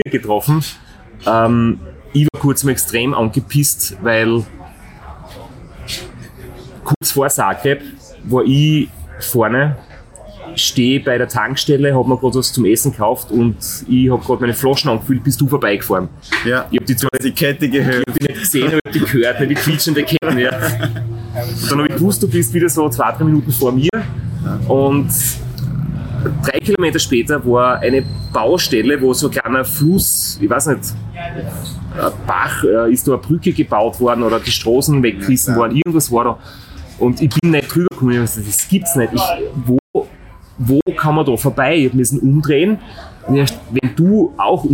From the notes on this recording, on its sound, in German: Keine Studio-Audioqualität bietet, dafür die Atmosphäre an der Bar im Zielbereich in Thessaloniki authentisch einfängt.